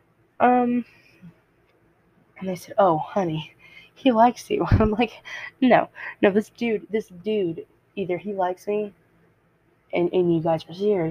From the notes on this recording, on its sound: I'm so sorry this didn't turn out good I've been looking for a better mic so yall can hear me better